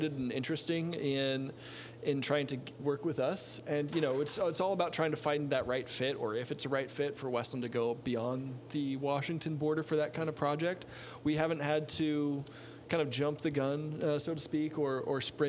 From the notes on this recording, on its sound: Live Padcost from Westland Distillery. RØDE for making *really* great microphones. Olympus and Tascam for making fine mobile recording devices.